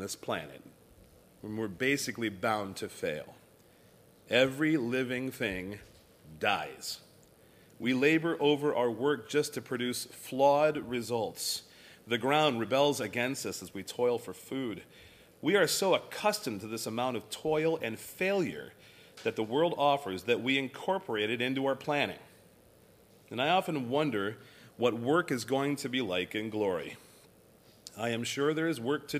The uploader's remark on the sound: recorded at Thornville Baptist Church